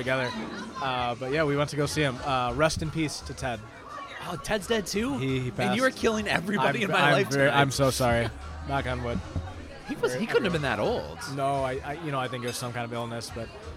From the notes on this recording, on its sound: live on location at Mootz Pizzeria in the heart of downtown Detroit